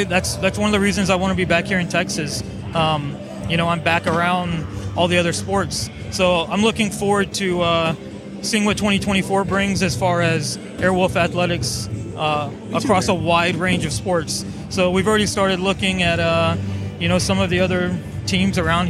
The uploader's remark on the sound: Live from Sig 2!!